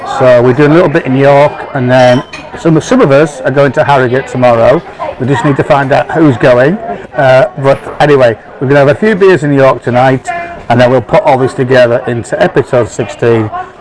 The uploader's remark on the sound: This Episode is a combination of 5 live recordings around a number of pub and tap tables – covering the fine towns of York, Harrogate and Knaresborough and a visit to one of the legendary homes of modern Yorkshire brewing – Roosters.